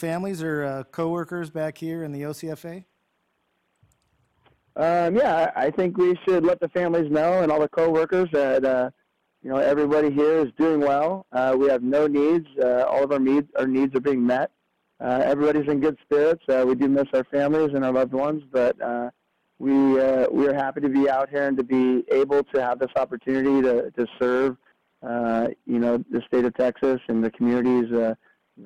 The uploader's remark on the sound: talks over the phone